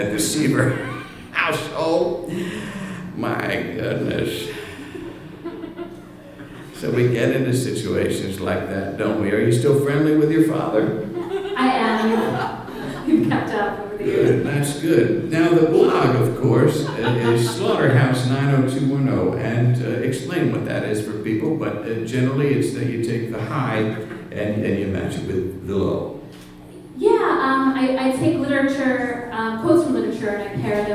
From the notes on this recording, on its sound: Live episode, recorded April 2nd at The PIT in New York City.